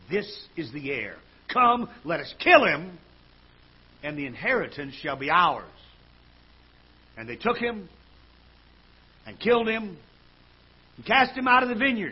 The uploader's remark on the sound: Ketha Heights Baptist Church ~ Live Broadcast